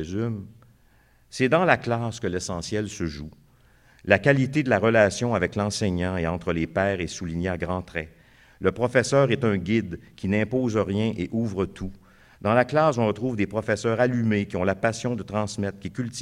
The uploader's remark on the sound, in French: Conférence de clôture du colloque 2017 de l'AQPC, à Montréal.